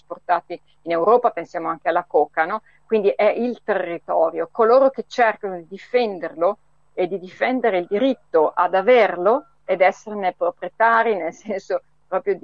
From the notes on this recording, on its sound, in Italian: Al telefono. Poi ci colleghiamo con la comunità di pace di San José di Apartodó, in Colombia.